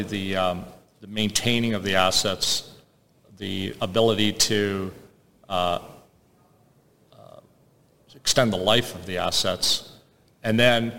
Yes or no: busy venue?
yes